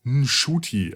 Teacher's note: Also der Name, geschrieben N-C-U-T-I, wird ausgesprochen Shuti. Mit einem nicht ganz stummen N quasi am Anfang.